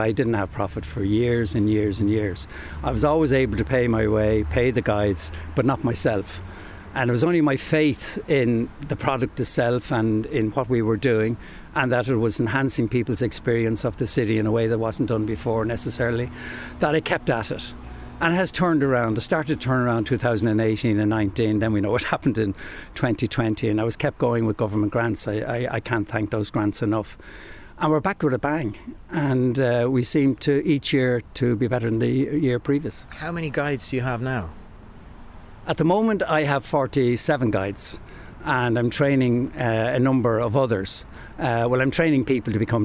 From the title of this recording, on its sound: Walking And Talking